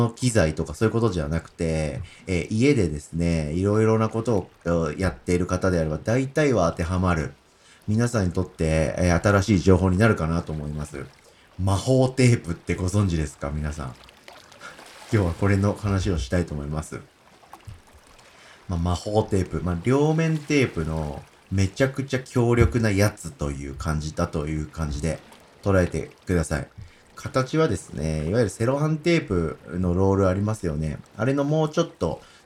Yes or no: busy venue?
no